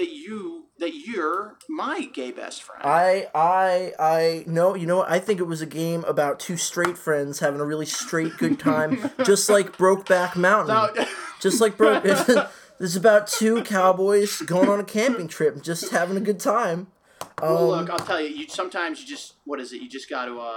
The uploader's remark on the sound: Sorry there was something going on with my mic with this one.